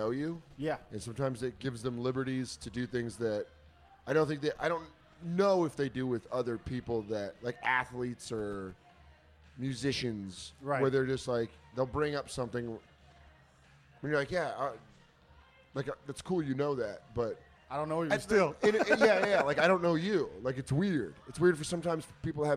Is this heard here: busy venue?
yes